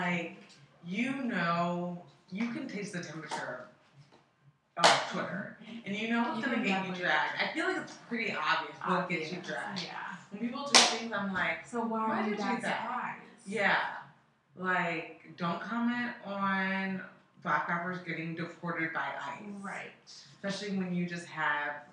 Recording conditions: poor sound quality